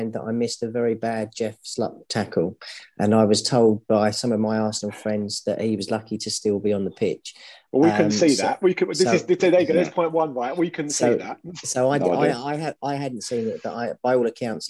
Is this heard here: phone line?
no